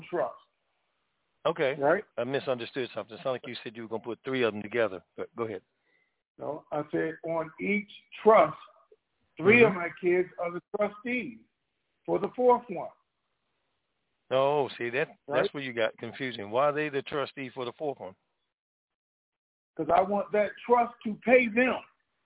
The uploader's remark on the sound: TNTSuperfantastic Conference Call